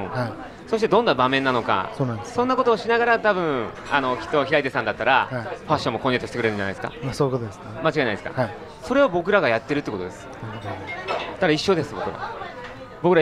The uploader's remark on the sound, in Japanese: オーガニックワインバー喃喃 麻布十番ストアより公開収録！